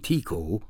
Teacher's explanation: Tiku, with an emphasis on Ku